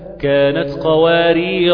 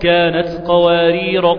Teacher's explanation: الموضع الأول في كانت قوارير، لما أقف عليها كانت قوارير، عند الوصل كانت قوارير، بشيل الألف عند الوصل وبقى إيه؟ وبوصل كأنها راء مفتوحة فقط · Shown in: second take